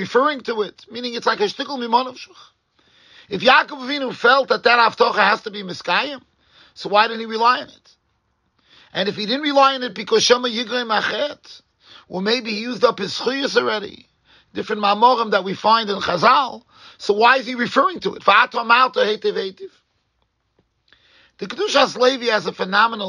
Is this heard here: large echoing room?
yes